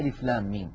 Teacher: لام تتألف من لام مفتوحة بعدها ألف بعدها ميم ساكنة، وبعدها في النطق ميم. · Term: مد لازم حرفي